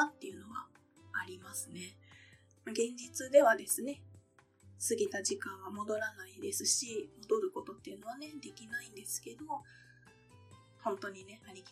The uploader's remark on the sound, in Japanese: 今回は初めての試みで、夫が在宅時に録音してみました。お風呂場からお届けしているんですが、むちゃくちゃ呼吸の音拾ってしまっています。いつもと収録状況が違うため、音質が悪くなってしまいました。